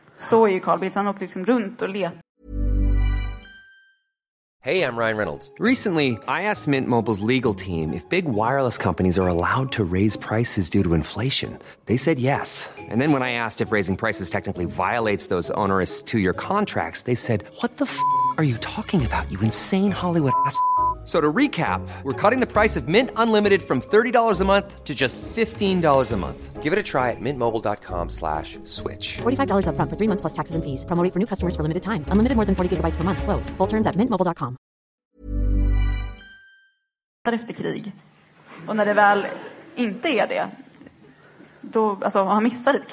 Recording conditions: live audience